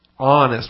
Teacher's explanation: that closure of the throat that begins the ah sound